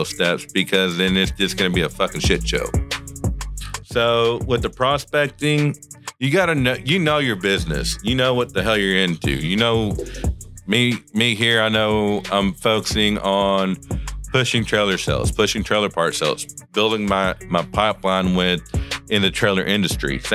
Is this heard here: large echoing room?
no